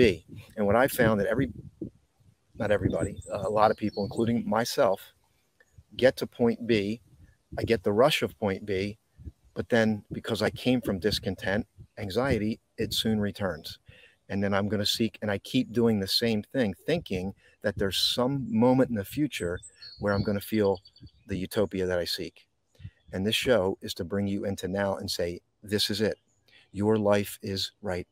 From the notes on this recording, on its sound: This Episode originally streamed live on location at Boundary Creek Reserve - Moorestown NJ. The audio from this podcast was taken directly from this live stream.